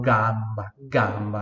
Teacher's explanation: o A no italiano é bem mais aberto, então eu falo gamba, gamba, né?